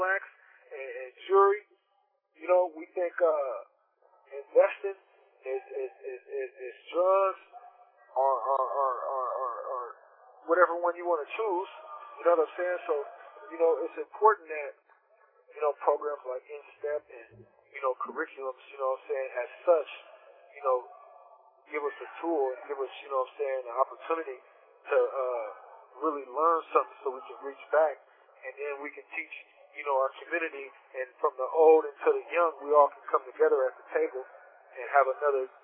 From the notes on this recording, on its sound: We sincerely apologize for the audio quality of this podcast episode.